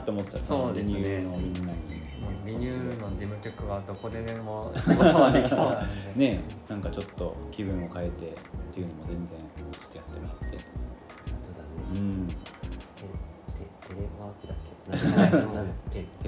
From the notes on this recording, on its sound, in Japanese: いつもの収録場所で行われていたワタリグラスの展示会（ ）で、急遽収録をすることに。いつもの収録場所で行われていたワタリグラスの展示会（ ）で、急遽収録をすることに。賑やかな収録となりました。